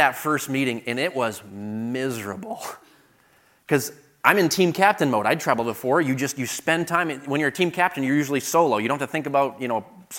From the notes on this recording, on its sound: Delivered at the 2023 Thee Generation Youth Summit at Falls Baptist Church in Menomonee Falls, WI.